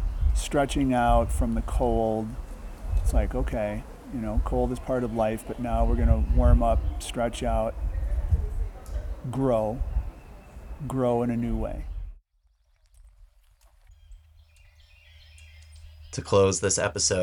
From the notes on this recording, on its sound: In March 2023 during our Forest Bathing Retreat in North Carolina. Made some recordings of our time together - sounds of the forest, some testimonials and poetry by participants.